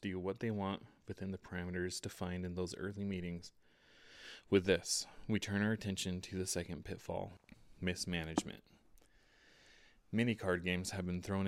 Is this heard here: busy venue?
no